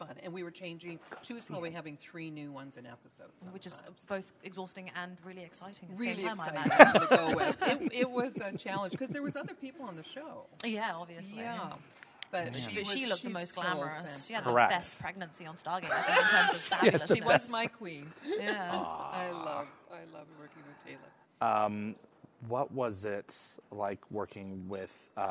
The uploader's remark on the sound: Dial the Gatecon. Please note, as this was a LIVE, on-site event, this episode is not optimized for an audio podcast. LIVE on the Gatecon convention floor!